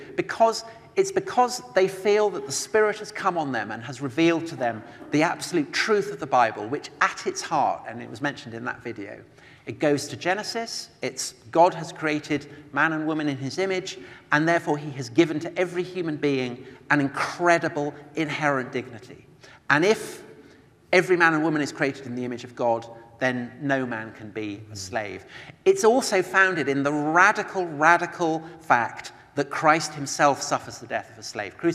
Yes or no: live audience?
yes